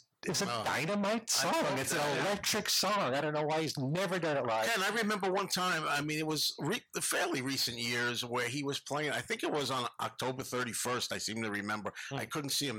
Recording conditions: uneven or low level